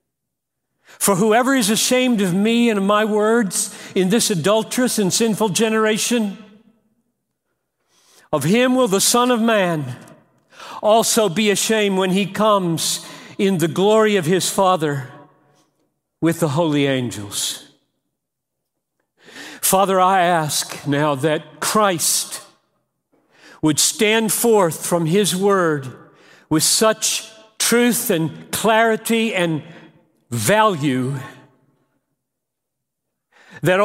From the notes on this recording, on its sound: preached this message at The Gospel Coalition 2019 National Conference